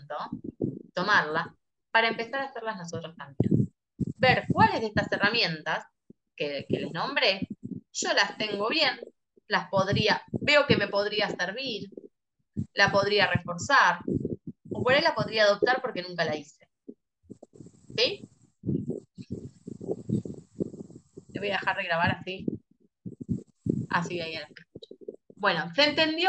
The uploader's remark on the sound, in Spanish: Audio de charla de zoom